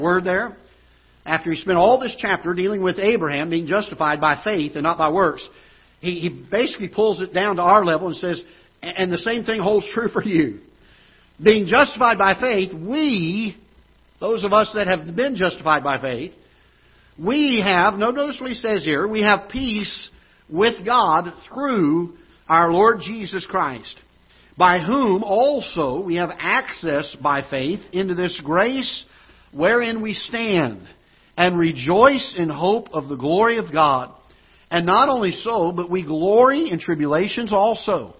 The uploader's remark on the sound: Ketha Heights Baptist Church ~ Live Broadcast